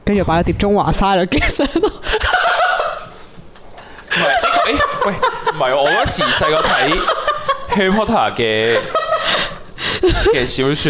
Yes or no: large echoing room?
no